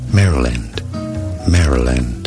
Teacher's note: Stress on the first syllable.